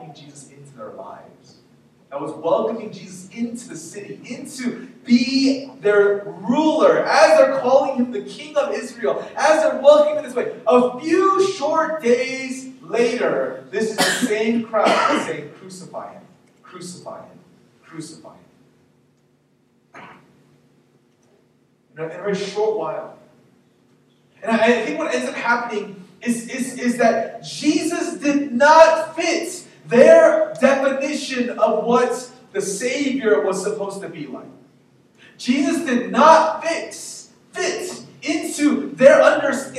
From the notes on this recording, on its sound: We apologize for the poor audio quality.